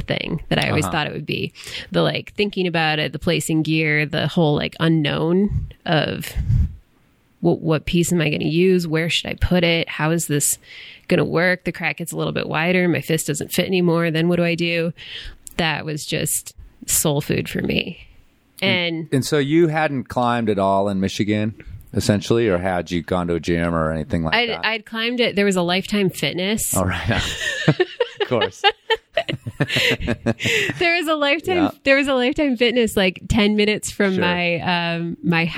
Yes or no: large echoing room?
no